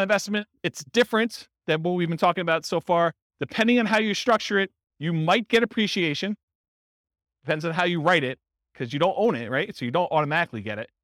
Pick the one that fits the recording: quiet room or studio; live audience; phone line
live audience